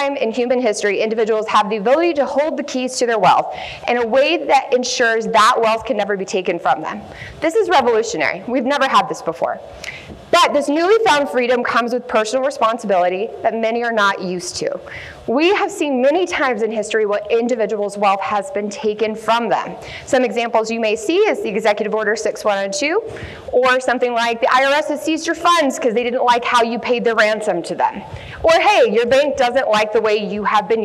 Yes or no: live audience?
yes